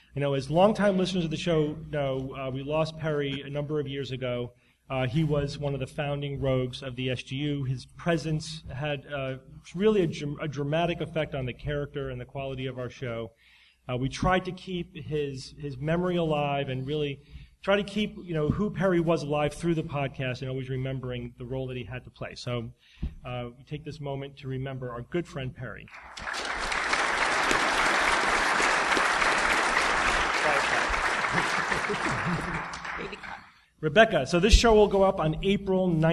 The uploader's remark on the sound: Live from NECSS 2014. Live Q&A.